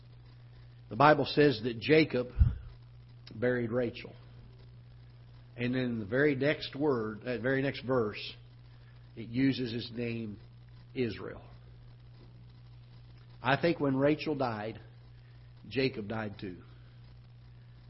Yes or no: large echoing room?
yes